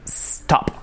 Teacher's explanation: if it starts with an S, empieza con una S, no podemos añadir una E delante. Stop, no. Stop.